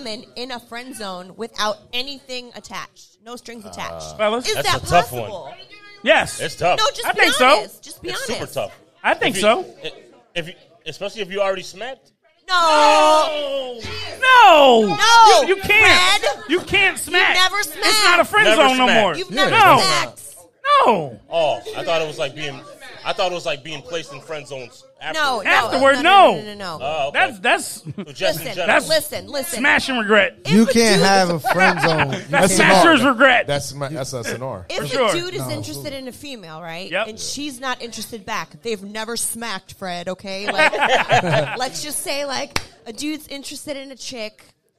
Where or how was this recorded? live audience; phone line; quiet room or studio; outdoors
live audience